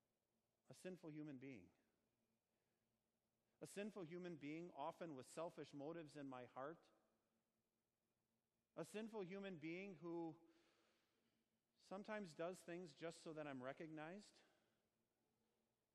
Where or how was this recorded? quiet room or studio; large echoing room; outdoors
large echoing room